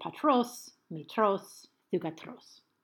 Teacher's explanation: so the accent then shifts to the syllable right after the rho. And that's how you get patros, metros, thugatros.